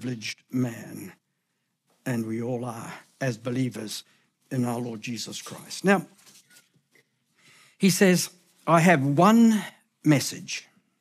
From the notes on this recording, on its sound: Recorded at the Hukanui Bible Church morning service on Sunday the 29th of October 2023 during the 10:00 am service.